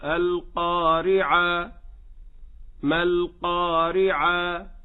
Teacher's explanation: كذلك نقول القارعة، وهذا خطأ منتشر بكثرة على الألسنة، يقفون على تاء التأنيث المربوطة بالألف بدلا من أن يقفوا بالهاء